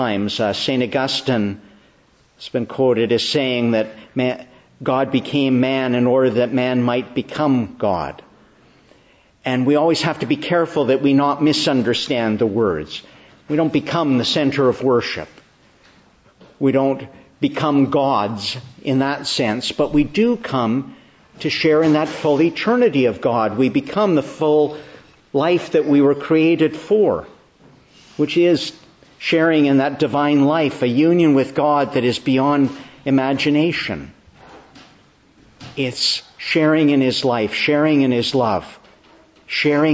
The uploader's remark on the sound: Preached in the Annunciation of the Blessed Virgin Mary, Ottawa, on the 7th Sunday of Easter/Sunday after the Ascension